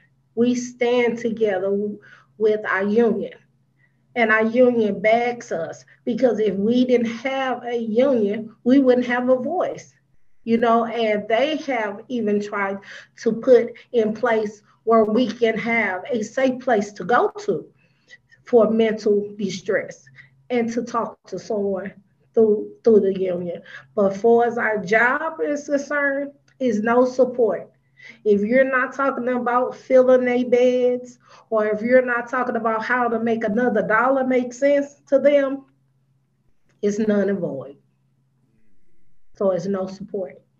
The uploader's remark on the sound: We are sharing the audio from Consumer Voice’s webinar that was part of the “Dignity for All: Staffing Standards Now!” campaign.